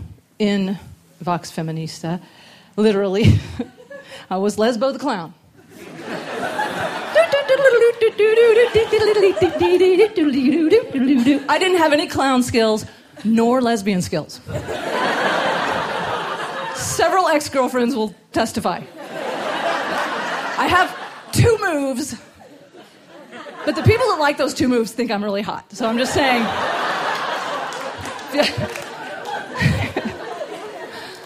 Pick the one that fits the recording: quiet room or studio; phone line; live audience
live audience